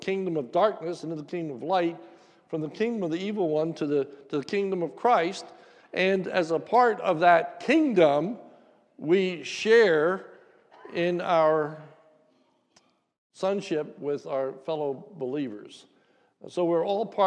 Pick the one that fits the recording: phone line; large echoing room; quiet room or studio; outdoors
large echoing room